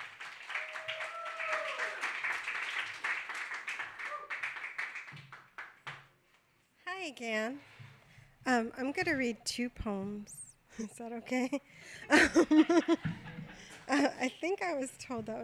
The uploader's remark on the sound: Brooklyn Poets Yawp open mic